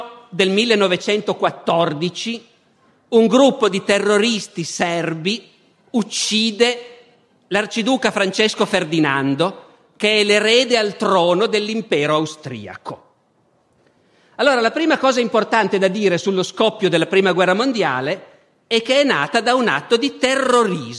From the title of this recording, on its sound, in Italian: Festival della Mente, 2014